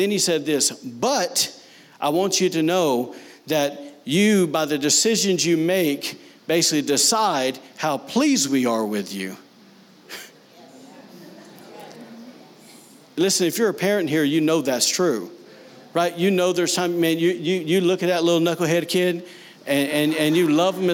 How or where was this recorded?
large echoing room